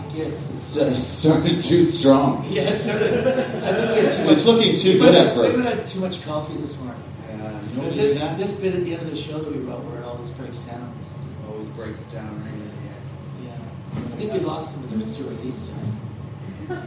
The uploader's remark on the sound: POOR SOUND QUALITY! At the Edinburgh Fringe, we had technical issues that we couldn't fix in the tight Fringe turnaround, meaning today's seminar is coming to you from the emergency backup 'bootleg' recording. There's a few weird noises, and you can hear the echo of the room a bit more.